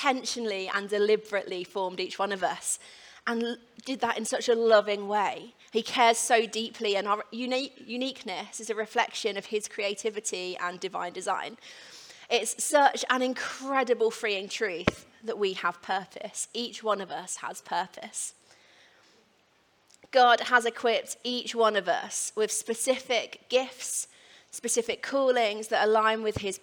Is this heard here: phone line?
no